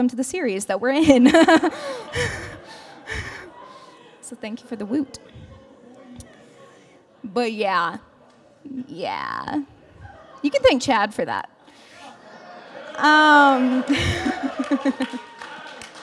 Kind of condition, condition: setting, live audience